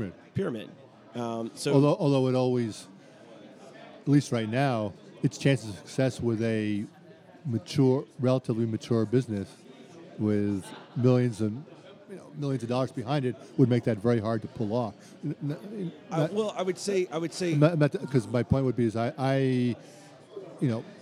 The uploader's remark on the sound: Live at the Bar of the US Soccer AGM